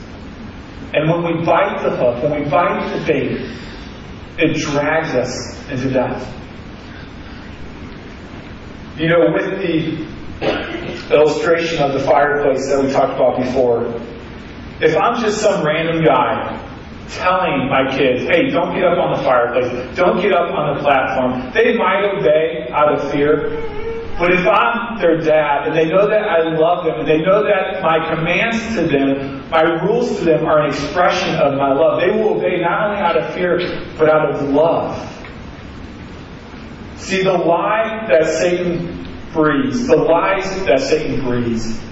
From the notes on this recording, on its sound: Sorry for the poor audio. We had troubles getting the device to record through the sound board.